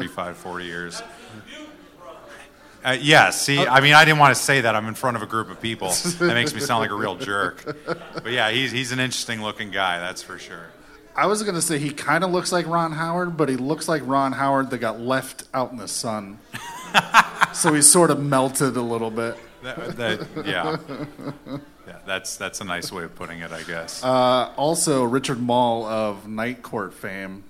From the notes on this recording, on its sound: Tales Of Terror Live! Sat down in front of a packed crowd.